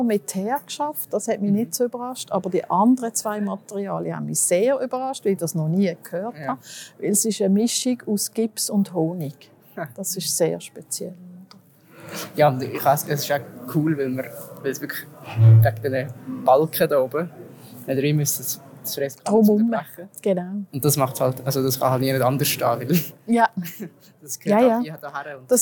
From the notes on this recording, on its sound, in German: Audio-Spaziergang durch den HSG-Campus. Wo wir uns durch das Bibliotheksgebäude und den SQUARE schlängeln.